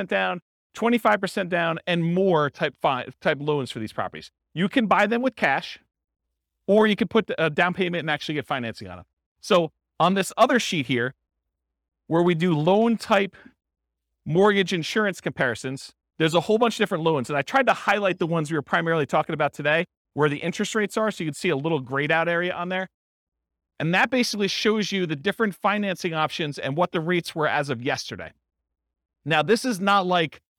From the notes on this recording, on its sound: This was a live class recorded